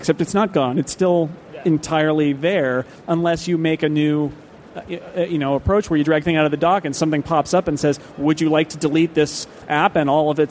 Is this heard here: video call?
no